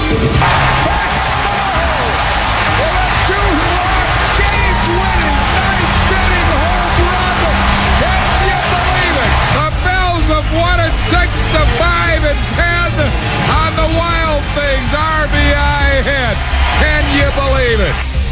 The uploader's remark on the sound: Broadcast LIVE from Xfinity Live.